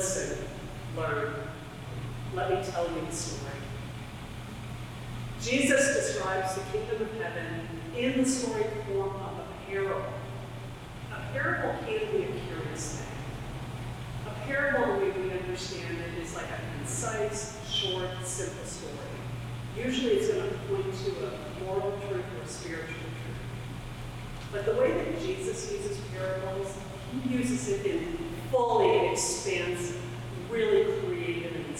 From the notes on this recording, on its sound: Technical difficulties with the church audio system prevented a clear recording.